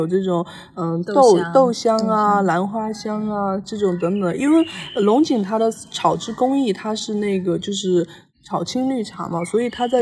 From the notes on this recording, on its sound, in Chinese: 本期节目录制于嘉宾位于杭州市西湖区翁家山的山中小院。因在室外，偶有风过风铃，常伴春日鸟鸣，倒水泡茶的声音自然也不会缺位。播客录制于兴起之时，来不及注意诸多细节。